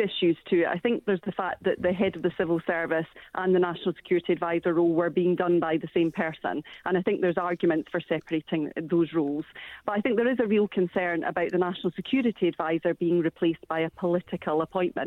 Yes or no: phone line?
yes